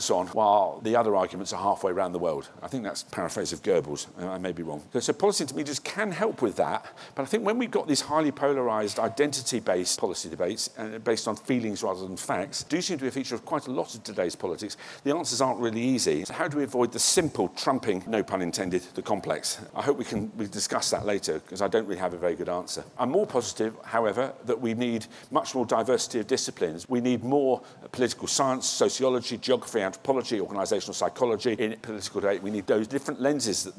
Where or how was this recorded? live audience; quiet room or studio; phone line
live audience